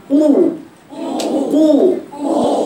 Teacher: مكان القاف هو قو، بس تعالي بأقصى لساني · Term: مخرج القاف